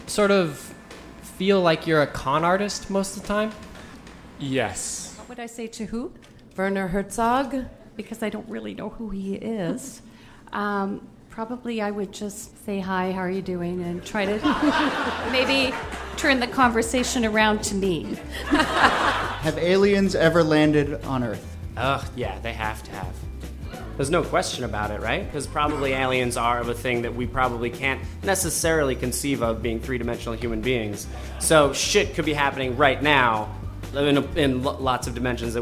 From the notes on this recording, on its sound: Over the last year, we did seven shows at Housing Works Books, with 22 special guests, and (we think) 63 audience members live on stage, asking questions.